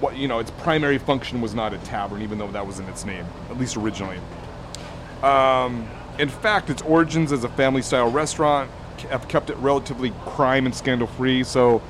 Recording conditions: busy venue